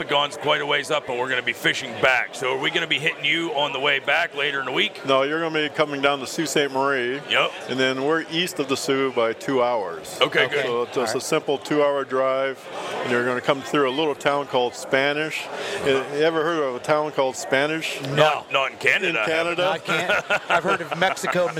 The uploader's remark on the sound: We are live from the Great American Outdoor Show 2018 in Harrisburg, Pa.